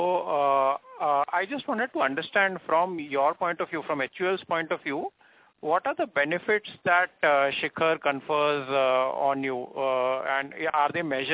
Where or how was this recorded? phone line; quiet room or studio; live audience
phone line